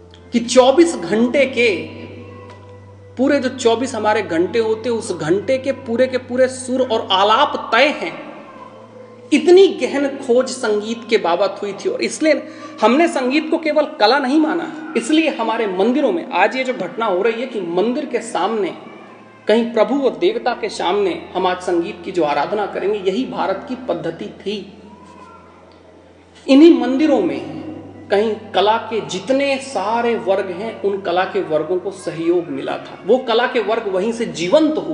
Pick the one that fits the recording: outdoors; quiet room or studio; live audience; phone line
live audience